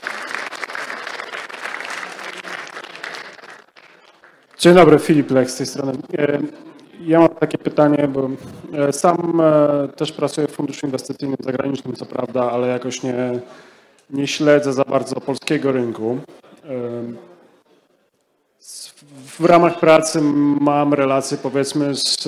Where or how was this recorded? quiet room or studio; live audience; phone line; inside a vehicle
live audience